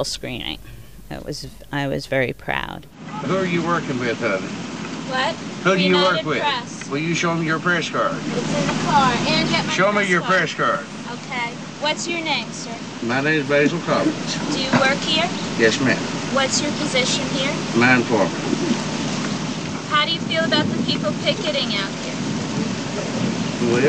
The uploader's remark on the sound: during the AFI DOCS festival